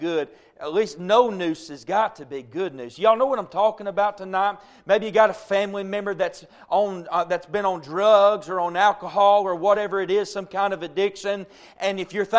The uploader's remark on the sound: A message preached at Crossroads Baptist Church